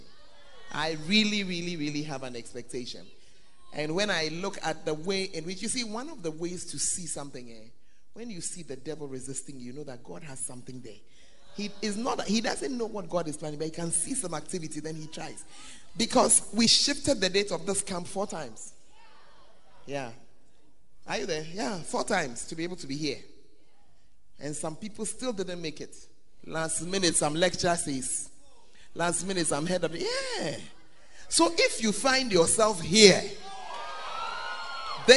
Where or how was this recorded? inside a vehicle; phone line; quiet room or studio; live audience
live audience